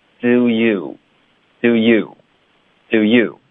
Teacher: 微笑着，这样你的嘴唇可以裂开，滋。然后这个呜的滑动就更饱满了。好，那我们再连发到 you。Doyou？大家总是有学生会问我，就是连续两个的时候就特别别扭，是不是？不别扭啊！你可以看这个嘴唇的动作有多么放松，OK，没有那么夸张。Doyou？OK，、okay?你看到开头的时候， do，嘴巴是一条线，do，还是一条线，只是撅了那么一点，这个动作特别微妙，特别小，可是就足够发出一个滑动